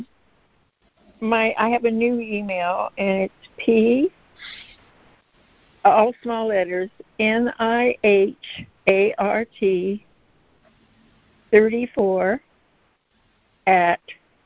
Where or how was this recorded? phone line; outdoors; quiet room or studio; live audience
phone line